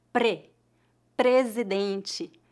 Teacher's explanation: a letra R no encontro consonantal PR é pronunciada com a vibração da ponta da língua no céu da boca